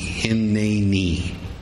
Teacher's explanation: emphasis on the middle syllable